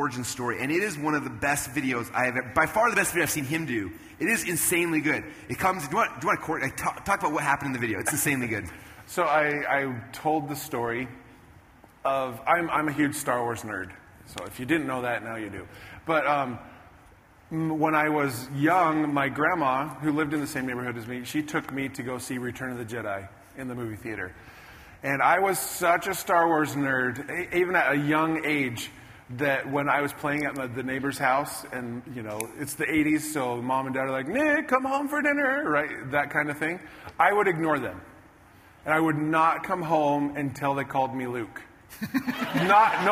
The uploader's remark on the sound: Here is the conclusion of the special conversation I had on stage at a Traffic Secrets event.